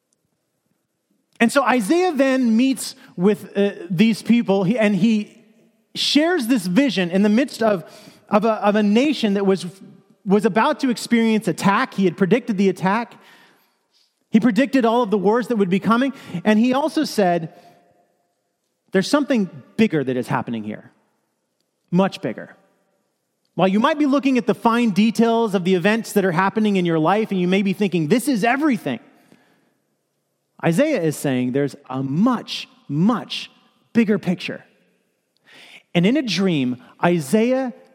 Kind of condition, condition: setting, large echoing room